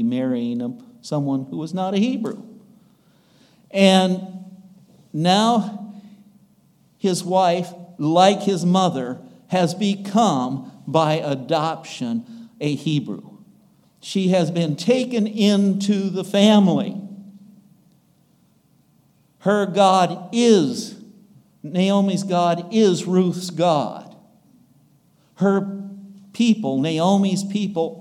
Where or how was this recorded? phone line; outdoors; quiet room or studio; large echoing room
large echoing room